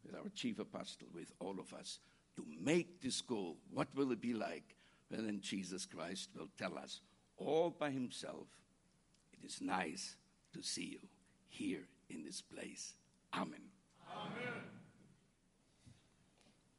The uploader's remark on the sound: Recorded Service of New Apostolic Church USA 2019. In Charlote , NC , USA.